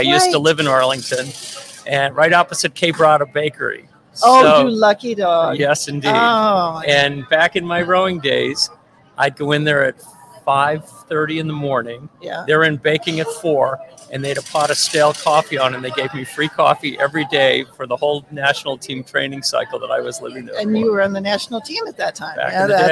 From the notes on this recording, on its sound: the site of our interview near Eliot Bridge on the Charles River in Boston